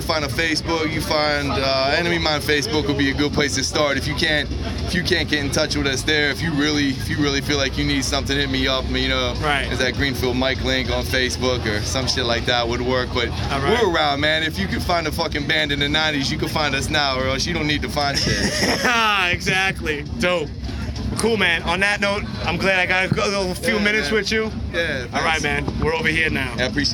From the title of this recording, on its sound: Live from This Is Hardcore 2019